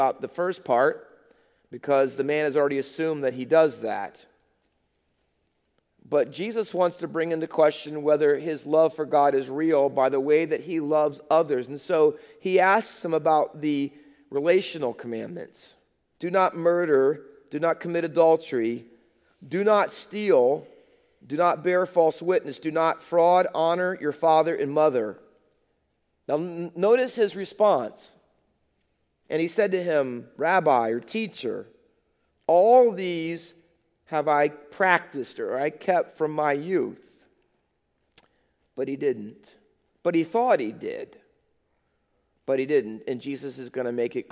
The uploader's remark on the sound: Faith Baptist Church in Hamilton, NJ.